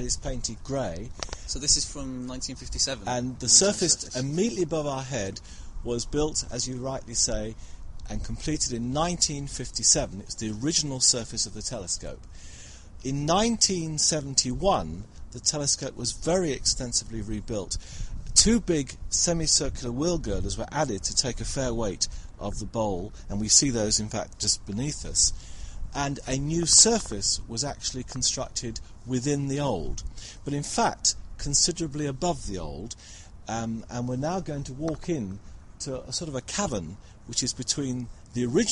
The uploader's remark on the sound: we go on a sound seeing tour of the Lovell Telescope during the winter solstice